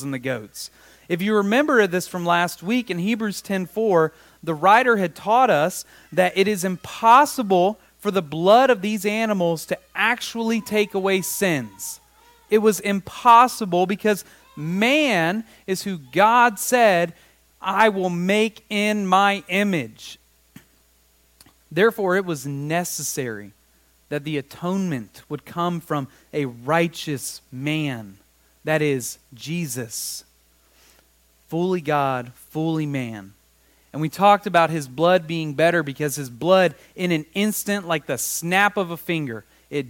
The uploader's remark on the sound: Recorded live July 2nd, 2023.